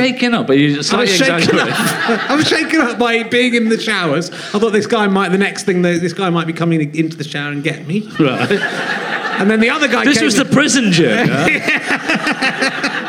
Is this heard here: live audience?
yes